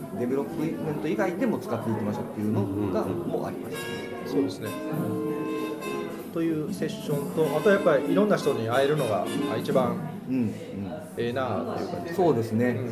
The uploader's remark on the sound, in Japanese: 今回の収録は スターバックス新大阪ニッセイビル店 をお借りしました。今回の収録は スターバックス新大阪ニッセイビル店 をお借りしました。ちょっと店内の音楽が大きめだったので聴きづらいかも知れませんがご了承ください。